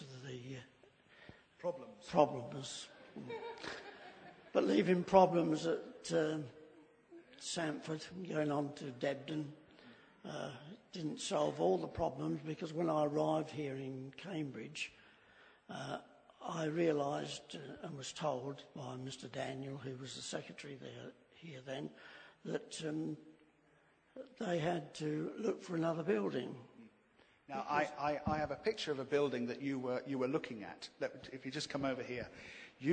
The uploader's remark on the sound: This is a recording of our special "Pentecost 100" celebration in January. The service concludes, perhaps appropriately, with worship and the live manifestation of spiritual gifts.